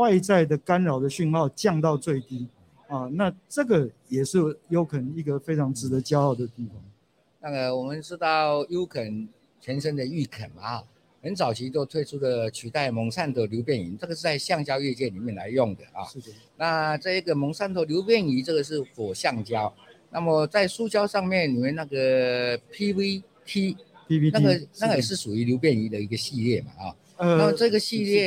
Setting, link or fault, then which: setting, busy venue